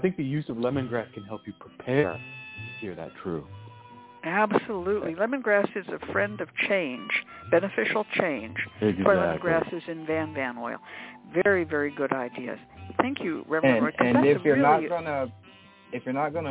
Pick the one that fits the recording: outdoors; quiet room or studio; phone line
phone line